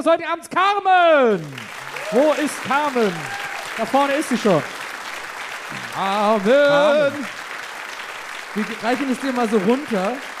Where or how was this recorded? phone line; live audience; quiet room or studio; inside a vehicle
live audience